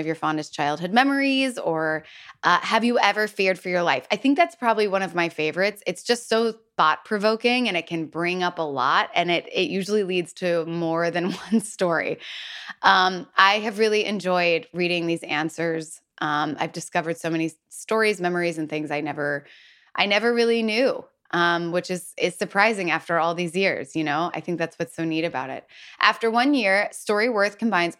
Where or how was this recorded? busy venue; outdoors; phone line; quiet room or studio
quiet room or studio